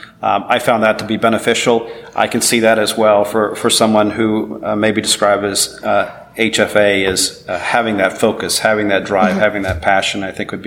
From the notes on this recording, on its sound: at the SOURCE Conference in Boston